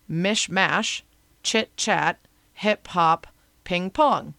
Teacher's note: Further back in your mouth for each vowel. So the order from front to the back is I, A, O. · Term: ablaut reduplication